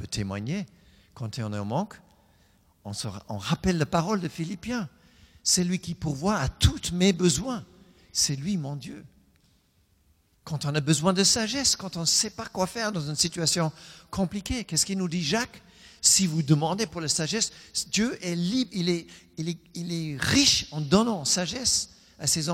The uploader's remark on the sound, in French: Enregistré à l'église CVV, le 04/10/2020